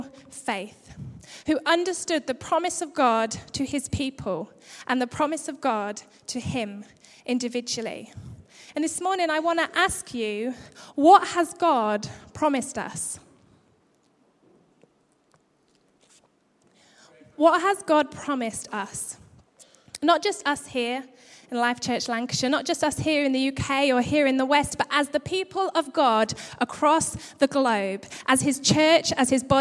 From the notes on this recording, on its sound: Record live at Life Church on Sunday 27th December 2015.